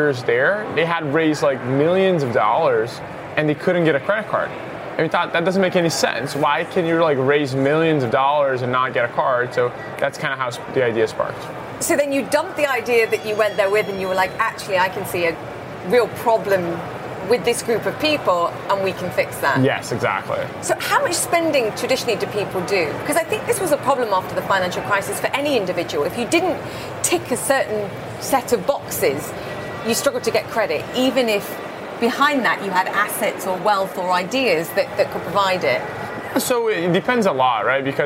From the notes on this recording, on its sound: live from the New York Stock Exchange